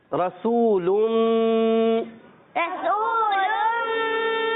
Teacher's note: रा को पुर करके पढ़ेंगे क्योंकि जबर है, वाउ मद्दा एक अलिफ खींच के पढ़ेंगे।